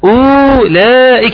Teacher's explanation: بنتقل من الهمزة المضمومة الى اللام المفتوحة مباشرة